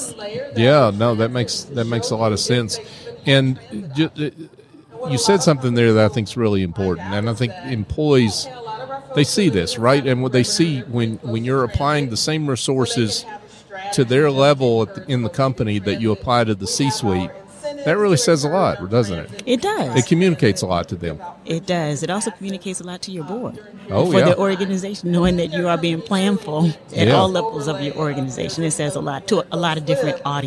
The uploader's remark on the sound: LIVE at the Business RadioX® remote at SOAHR 2023